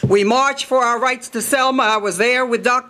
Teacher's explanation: her voice would build into the sing-song intonation of a preacher